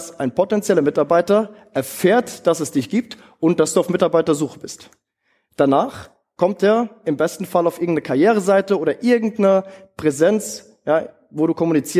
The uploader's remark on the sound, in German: in seinem Vortrag auf dem TOP Arbeitgeber Kongress in Hamburg